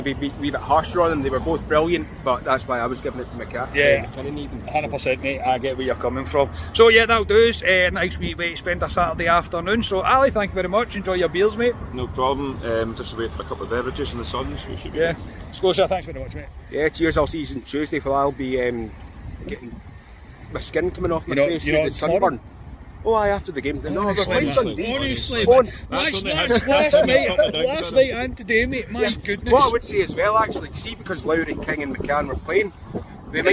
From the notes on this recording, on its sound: Reaction for outside Ibrox